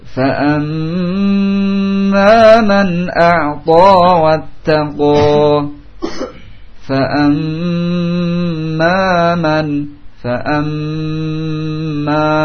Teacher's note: tasydid mim sehingga ditahan, tidak sekedar ditasydid saja tanpa ditahan